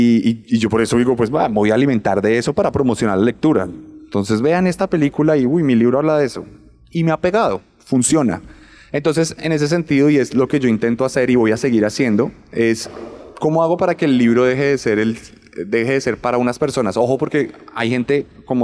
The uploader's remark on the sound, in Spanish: Por primera vez, grabamos SerialMente en vivo con público. Lo hicimos en Medellín, y fue posible gracias a Comfama, que nos llevó a su centro cultural de Aranjuez. También queremos agradecer a los colegas de Entorno Sintético, que fueron responsables de la grabación de este capítulo.